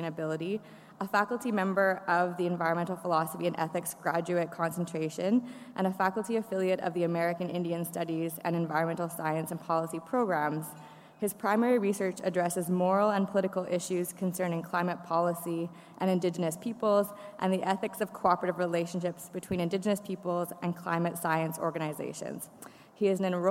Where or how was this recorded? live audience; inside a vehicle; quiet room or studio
live audience